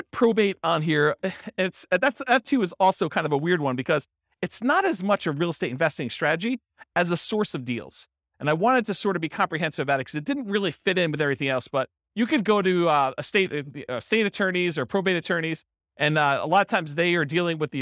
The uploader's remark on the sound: Real estate entrepreneurs in Hollywood, Florida. This was a live class recorded. The live in-person version.